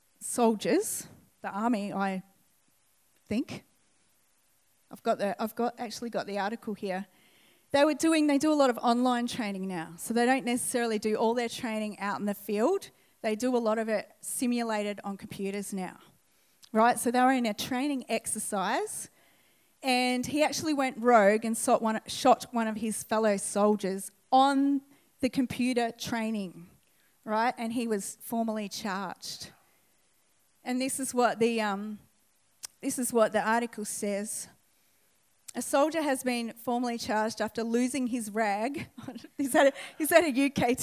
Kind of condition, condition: setting, large echoing room